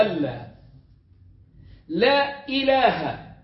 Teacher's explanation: نون مع اللام إدغام بكامل بغير غنة، ألا لا إله، لا فيها ألف حرف من حروف المد، إله فيها الهمز، يبقى ده مد منفصل بتقصره في التلاوة زي ما أنا بعمل، يبقى لا إله إلا الله، يا إما بتمده أربع أو خمس حركات، ويجوز في كلمة التوحيد ست.